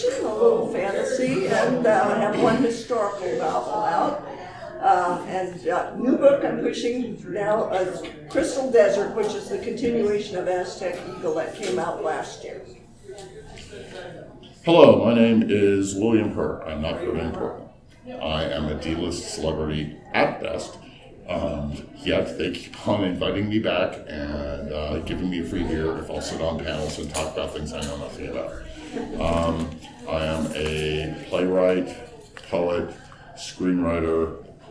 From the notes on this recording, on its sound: Recorded live at TusCon. Panel Room 1.